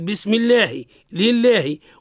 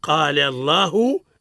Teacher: الرقوه إذا كان مسبوق بكسر مثل بسم الله لله، وانفخموه إذا كان مسبوق بفتح وإلا بضم · Term: اللام اسم الجلالة